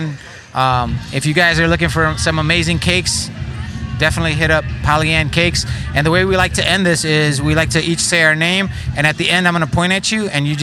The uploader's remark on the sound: We loved connecting with people at the market and we loved the way these much deserved good people got a chance to step up to the mic and made the most of it!